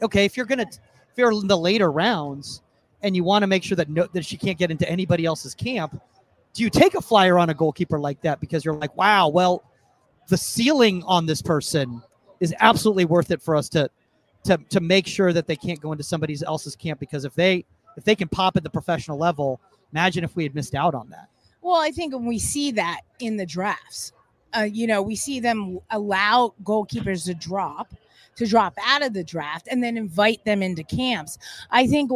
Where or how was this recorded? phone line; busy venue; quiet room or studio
busy venue